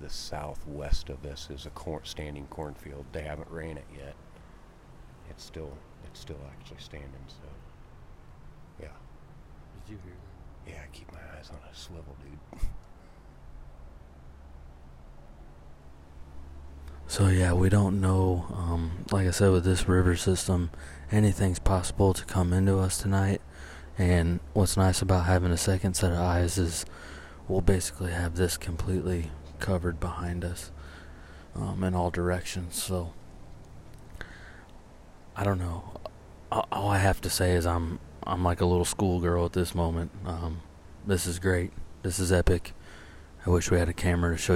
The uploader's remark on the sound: Live from the treestand. Have a live podcast in the stand on a new urban piece.